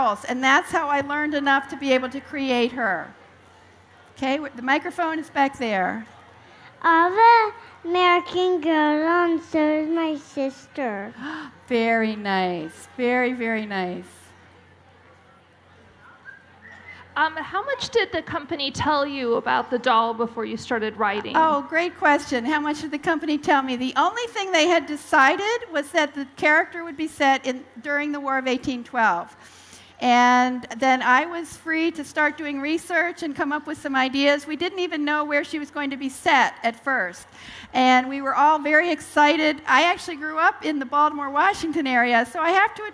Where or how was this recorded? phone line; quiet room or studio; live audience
live audience